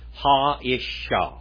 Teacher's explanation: So we got a double SH sound in there.